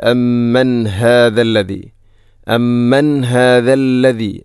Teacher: ഇവിടെ അമ്മൻ ശേഷം ഹാഇൻ്റെ ശബ്ദം കൃത്യമായിരിക്കണം, തൊണ്ടയുടെ ഏറ്റവും അടിഭാഗം